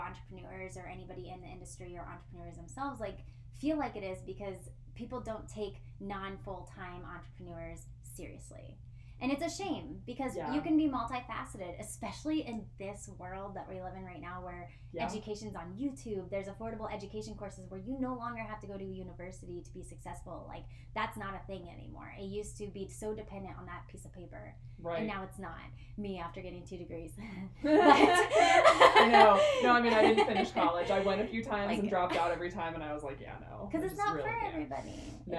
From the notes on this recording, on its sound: Bare with us as we are still learning how to properly record a podcast/volume control LOL